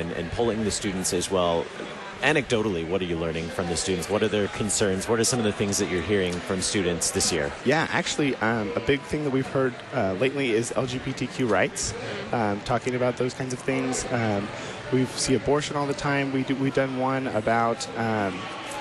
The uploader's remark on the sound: Live from the 2019 LCMS National Youth Gathering.